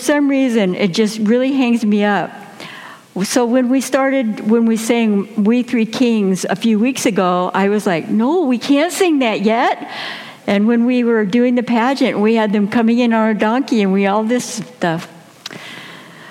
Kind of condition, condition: setting, large echoing room